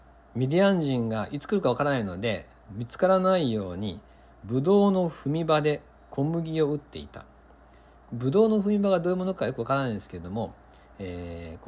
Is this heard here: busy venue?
no